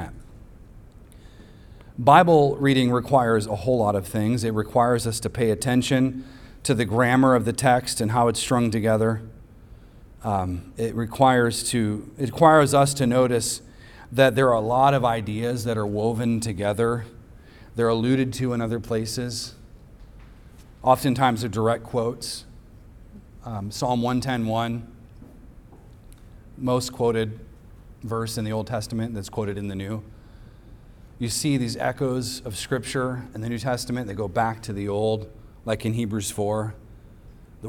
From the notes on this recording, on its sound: recorded on Sunday, September 3rd, 2023, at the weekly worship gathering of Cross & Crown Church.